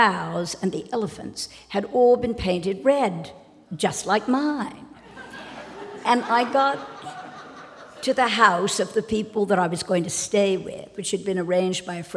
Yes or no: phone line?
no